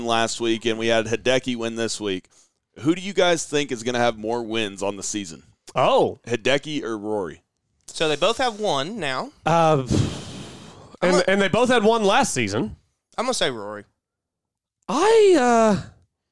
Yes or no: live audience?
no